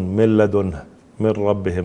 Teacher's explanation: نعم، في الإضغام مثلا النون مع اللام تذهب النون